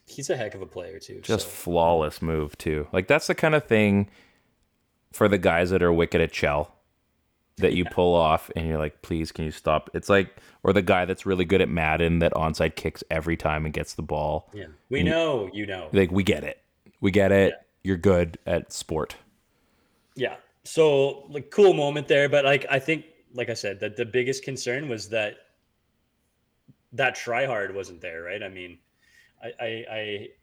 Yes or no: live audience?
no